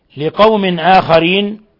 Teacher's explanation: تنوين كسر جاء بعده الهمزة، الحكم التجويدي إظهار حلقي